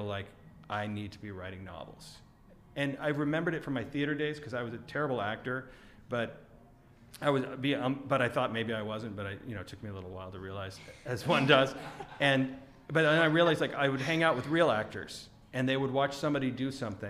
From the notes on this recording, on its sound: We turn the questions over to the audience around 37:00 minutes in!